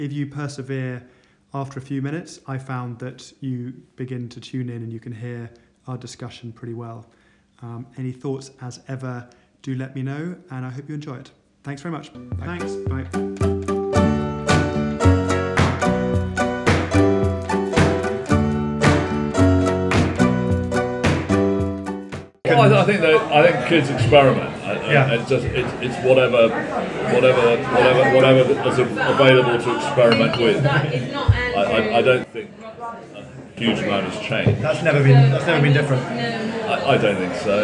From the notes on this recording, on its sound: The interview was recorded in a restaurant and I'm afraid the sound quality is not good. However, you get into the groove after a few minutes and I hope it will be intelligible.